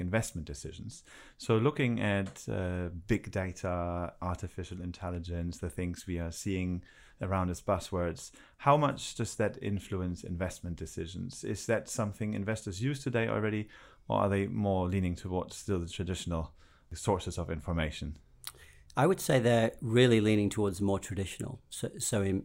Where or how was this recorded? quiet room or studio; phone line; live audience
quiet room or studio